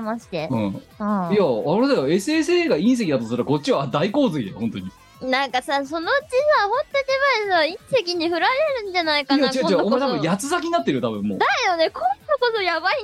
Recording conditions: video call